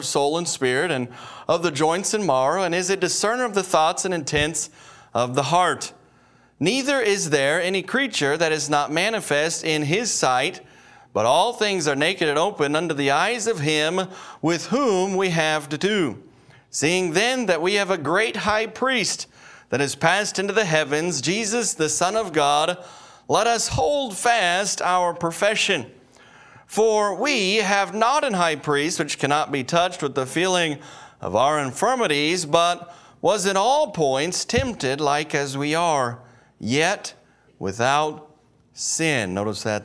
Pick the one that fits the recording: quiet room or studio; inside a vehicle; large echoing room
large echoing room